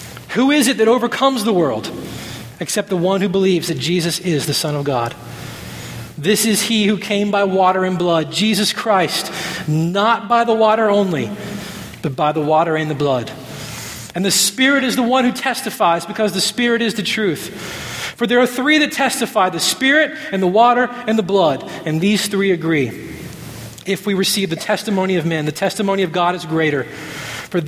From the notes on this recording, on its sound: at Redemption Hill Church on Sunday, May 6th, 2012